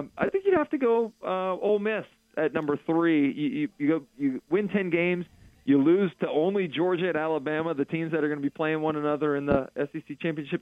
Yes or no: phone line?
yes